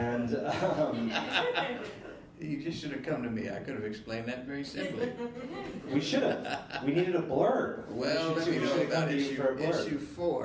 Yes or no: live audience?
yes